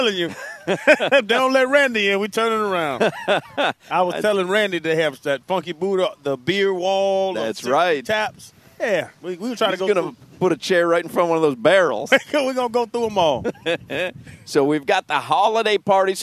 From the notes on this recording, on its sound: live from Hollywood Kia